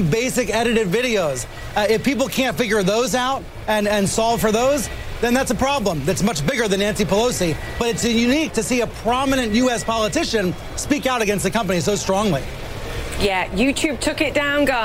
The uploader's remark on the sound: live from the New York Stock Exchange